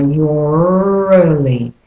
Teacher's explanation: in the British and Australian you say you're, but then you put the R in to link the two, because your ends in a consonant and early begins with a vowel. · Term: linking R